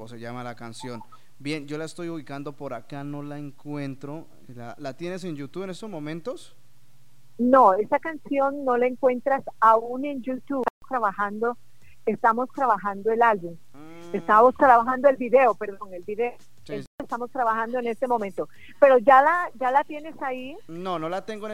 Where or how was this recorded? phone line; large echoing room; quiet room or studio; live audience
phone line